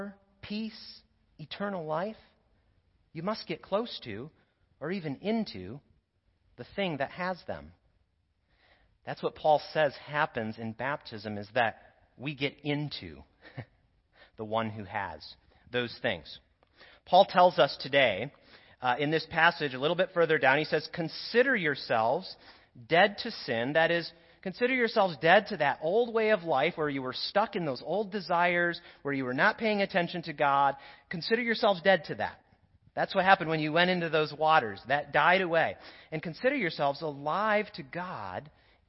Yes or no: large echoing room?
yes